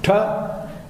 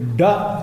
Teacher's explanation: La punta della lingua batte contro la volta del palato e ottiene questi suoni. Ta, che sono occlusivi sordi, e da, che sono occlusivi sonori.